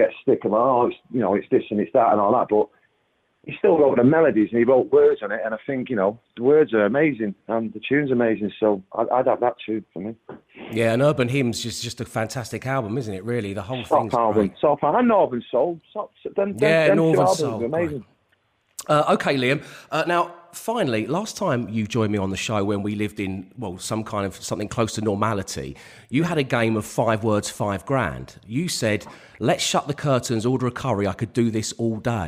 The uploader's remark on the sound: on the phone for a lockdown chat